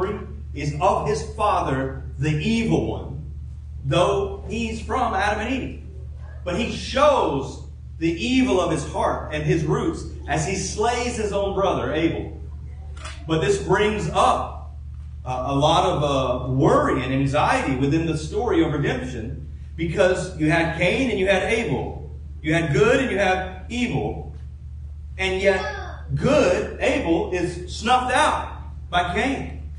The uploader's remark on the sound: Please forgive the poor audio quality